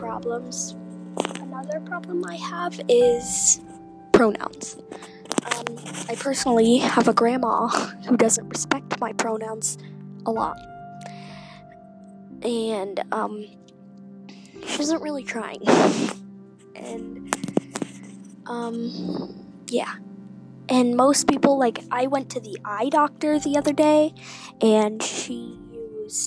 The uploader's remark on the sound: sorry about the buzzing in the background, it’s my headphones